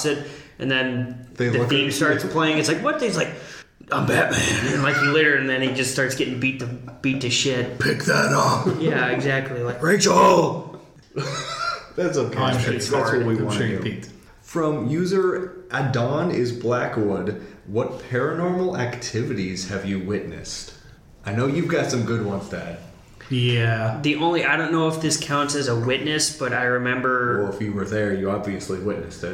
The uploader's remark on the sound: Ignoring the echoey audio